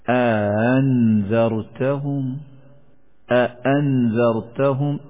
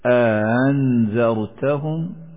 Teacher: ان کو تحقیق کے ساتھ ادا کرنے کے بجائے حمزہ اور اس کی حرکت کے موافق حرف مد کے درمیان درمیان ادا کیے جائیں · Shown in: second take · مثال کے طور پر اگر دوسرا حمزہ مفتوح ہو تو حمزہ اور الف کے درمیان پڑھیں گے، انذرتہم انذرتہم، یہ ہوئی تحقیق، انذرتہم یہ ہوئی تسہیل. · Term: تسہیل بین بین